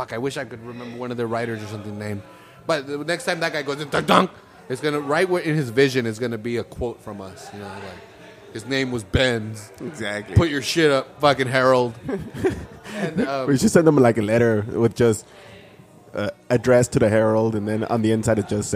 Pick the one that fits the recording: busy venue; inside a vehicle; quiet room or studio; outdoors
busy venue